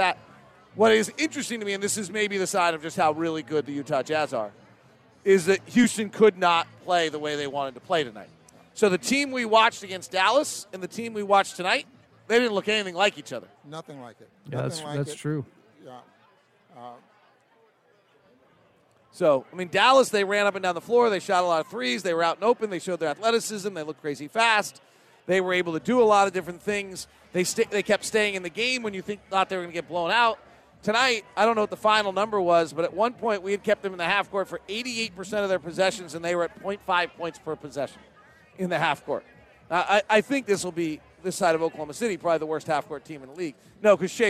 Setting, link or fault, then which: setting, busy venue